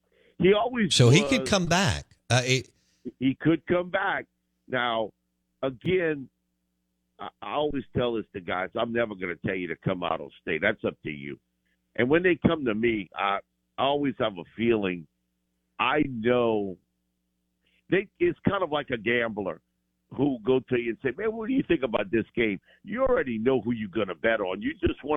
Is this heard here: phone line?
yes